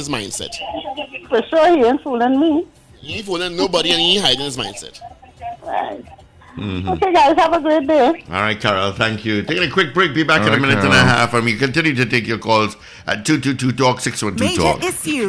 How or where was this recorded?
phone line